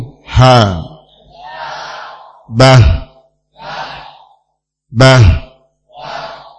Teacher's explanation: suara yang lirih sebagai akibat dari terbukanya dua pita suara dan tidak adanya getaran pada keduanya serta banyaknya aliran nafas yang menyertai keluarnya huruf. · Term: hams